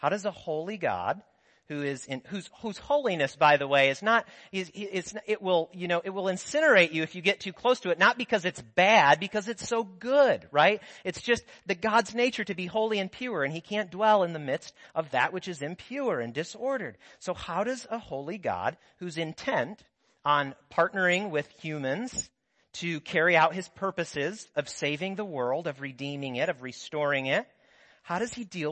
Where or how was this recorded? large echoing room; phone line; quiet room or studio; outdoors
large echoing room